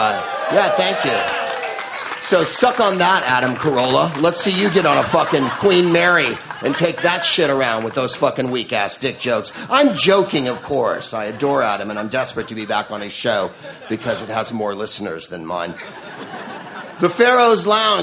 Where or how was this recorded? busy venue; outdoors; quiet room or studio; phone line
busy venue